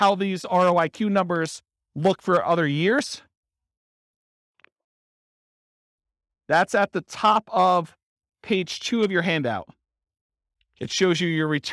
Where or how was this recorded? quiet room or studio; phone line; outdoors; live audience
live audience